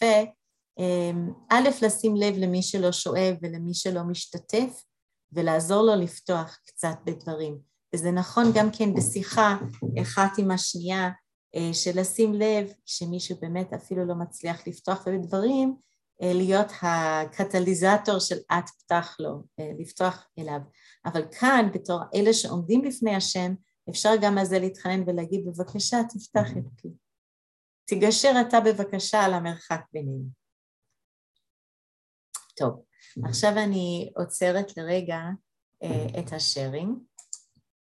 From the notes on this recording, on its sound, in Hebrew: הקלטת מפגש זום של חבורת לימוד ועבודת ה' של נשים מאריאל והסביבה, במסגרת בית המדרש מתן שומרון.